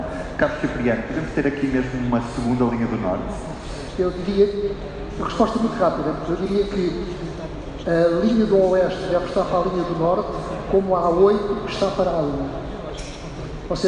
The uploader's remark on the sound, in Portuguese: O Sobre Carris participou a 25 de Maio na conferência “A ferrovia como chave da mobilidade” organizada pelo jornal Região de Leiria. Gravação ao vivo no FF Challenge Building, na localidade do Barracão, concelho de Leiria.